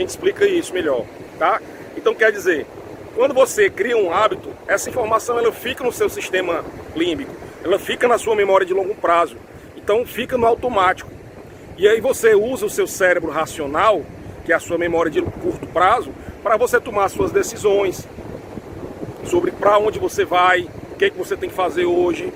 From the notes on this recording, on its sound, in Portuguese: Neste episódio gravado na praia (por isso o ruído do vento).